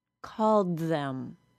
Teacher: The D sound was not fully said. The air was stopped like a D sound, but released as a TH sound.